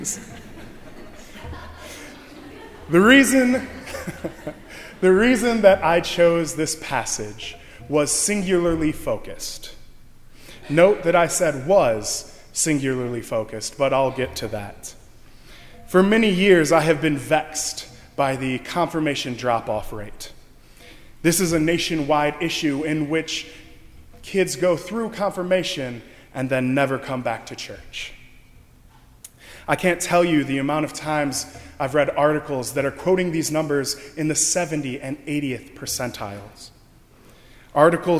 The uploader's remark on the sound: during the Heritage service (11:00 am) on Sunday May 22, 2016, at First Presbyterian Church of Arlington Heights, Illinois.